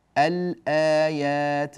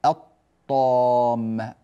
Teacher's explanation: لاحظوا أننا أظهرنا اللام فقلنا الآيات، وليس كما ندغمها مثلا الطام فننتقل إلى الطاء مباشرة ولا يوجد نطق للام مظهرة، يعني اللام منطوقة.